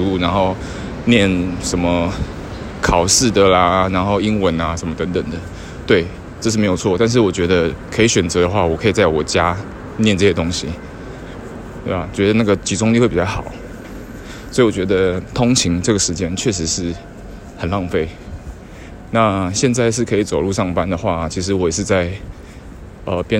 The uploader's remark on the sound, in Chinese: IPhone X 邊走邊錄版，一刀未剪。(注意聲量！)。